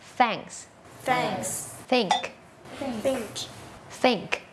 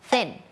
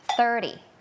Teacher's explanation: เสียงแรกค่ะเป็นเสียงแบบ unvoicedคือออกมาแค่ลมเราเอาลิ้นเนี่ยมาวางตรงกลางระหว่างฟันบนกับฟันล่าง คืออย่างงี้เนาะแล้วก็ปล่อยลมออกมาเหมือนเราจะแบบเก็บที่หน้ามันจริงๆอ่ะพ่นลมใส่ไปเลยเดี๋ยวเราลองเอาไปใส่กับคำดูว่ามันจะออกมาเป็นยังไงอ่ะลองไปพร้อมกันเลยนะคะวอร์มก่อนวอร์มก่อน3เห็นปะคือมันไม่ใช่ถอดธงมันไม่ใช่3อะไรนะคะ thanks think I think about somethingอะไรก็ว่าไป I thinkไม่ I thinkอะไรอย่างเงี้ยนะคะหรือ